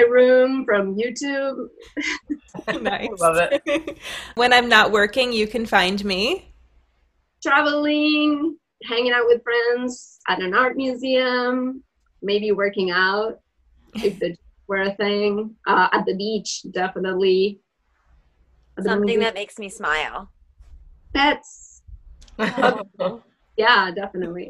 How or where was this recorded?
video call